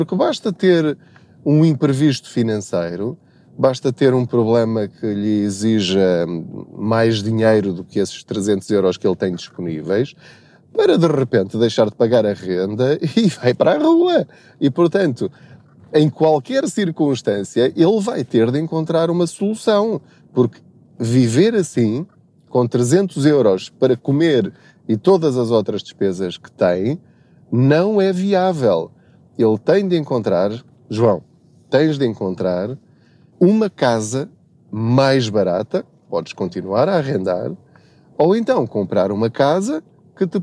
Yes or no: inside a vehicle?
yes